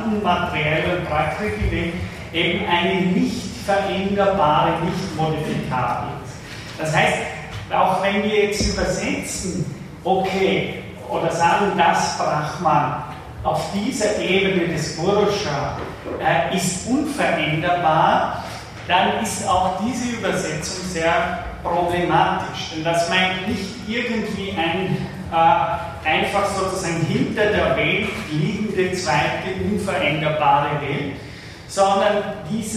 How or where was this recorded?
large echoing room